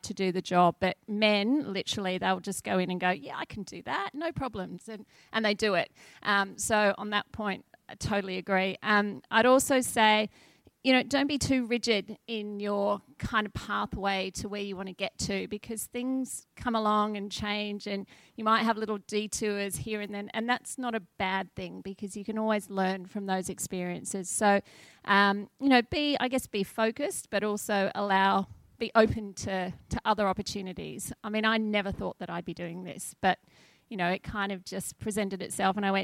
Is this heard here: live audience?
yes